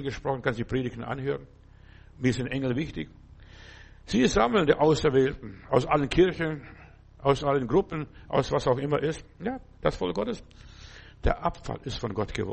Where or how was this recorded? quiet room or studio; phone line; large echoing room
large echoing room